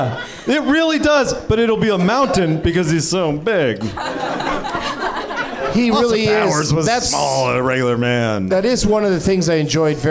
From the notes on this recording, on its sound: Live from the NerdMelt Showroom in LA